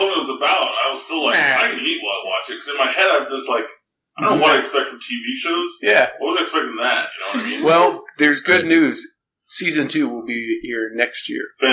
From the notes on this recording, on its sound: Bad Audio Edition. Our mixer decides it can't power our mics while we talk.